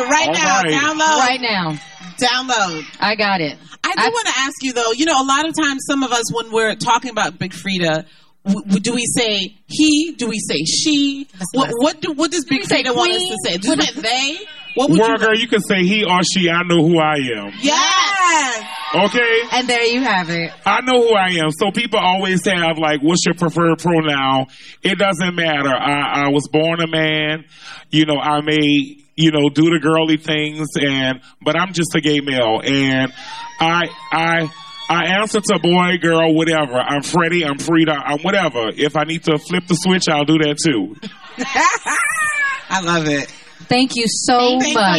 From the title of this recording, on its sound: Podcast Live in NOLA